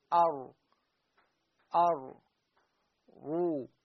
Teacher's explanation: في حال إذا كانت الراء مفخمة سوف يرتفع أقصى اللسان، فيكون اللسان مقعرا، الطرف أيضا صاعد والأقصى أيضا صاعد، فهذه الراء تكون مفخمة عندما أقول أر رو، فهنا أقصى اللسان يصعد.